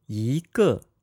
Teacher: If it is followed by a fourth tone, 一 changes into a second tone.